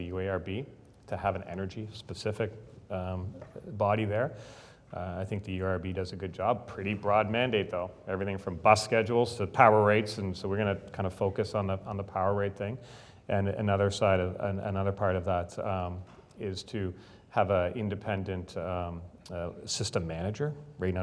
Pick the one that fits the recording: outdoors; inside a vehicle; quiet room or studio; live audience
live audience